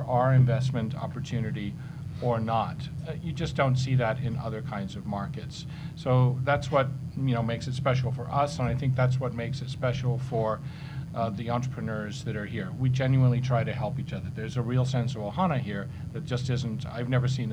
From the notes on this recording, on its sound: We recently attended the Hawaii Venture Capital Association’s "State of the Startup Investment Industry in Hawaii" Luncheon, where a distinguished panel discussed.